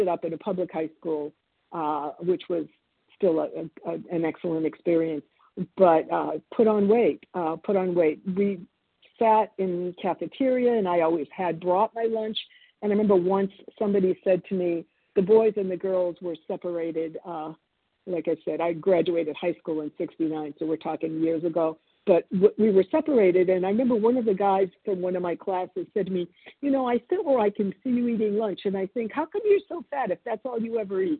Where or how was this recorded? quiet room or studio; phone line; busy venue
phone line